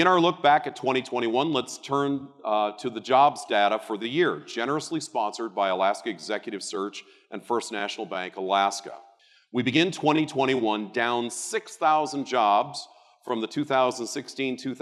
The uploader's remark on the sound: RECORDED: Tuesday, March 1, 2022 at the Dena’ina Center in Anchorage. This week’s episode of Addressing Alaskans features the Anchorage Economic Development Corporation’s 2022 economic forecast luncheon. RECORDED: Tuesday, March 1, 2022 at the Dena’ina Center in Anchorage.